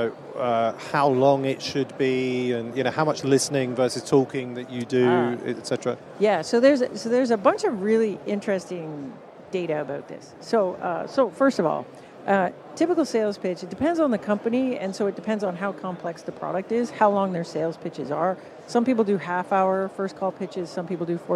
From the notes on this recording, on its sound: live from the #SaaStock2023 Podcast Stage